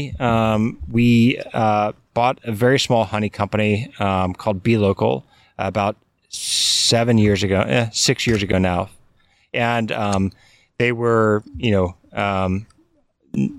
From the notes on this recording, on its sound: Then we travel to the Oregon coast to speak with Jacobsen Salt founder. We sit outside the salt factory.